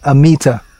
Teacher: in English pronunciation, you generally stress the penultimate syllable, so it came out Amita